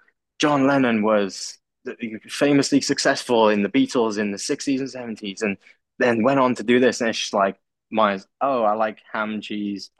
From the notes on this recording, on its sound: When we got off the Zoom call - Zoom which had both plagued us a lot that day.